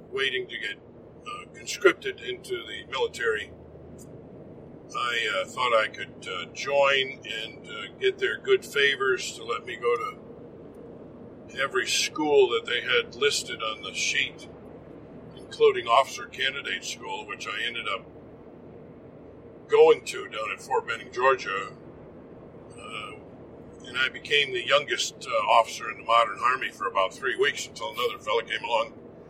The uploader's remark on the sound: This podcast is recorded in a moving vehicle, so sound quality is degraded.